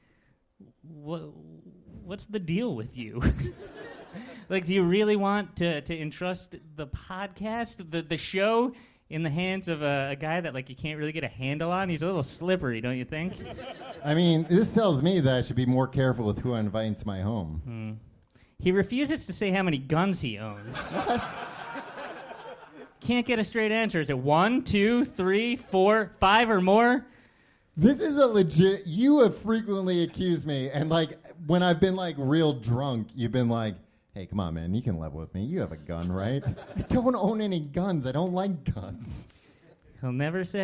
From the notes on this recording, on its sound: Live in London 2018. This was our live show. At Kings Place in London. Since this was live on a stage it was much more visual than our show normally is.